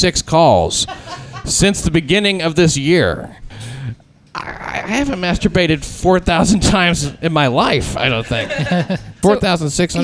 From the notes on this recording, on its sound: LIVE FROM HELL'S KITCHEN. A LIVE AUDIENCE SITS IN ON A HISTORIC RECORDING IN HELL'S KITCHEN.